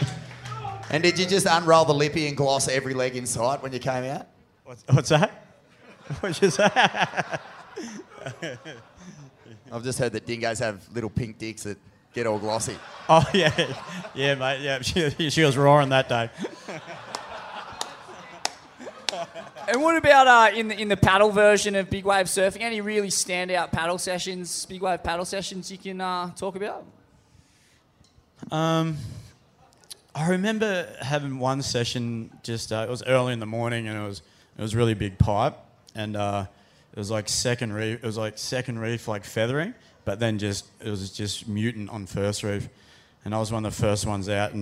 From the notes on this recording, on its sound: live at the Cooly Hotel!